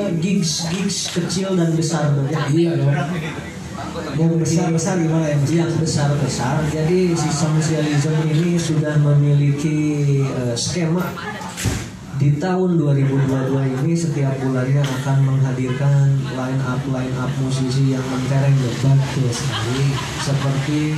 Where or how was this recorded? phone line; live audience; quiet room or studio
live audience